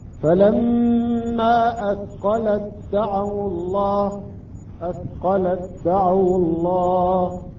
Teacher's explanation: فلما أثقلت التاء ساكنة بعدها حرف الدال، أدغمت هذه التاء مع حرف الدال فأصبحت فلما أثقلت دعوا الله، أثقلت دعوا الله. · Term: إدغام التاء في الدال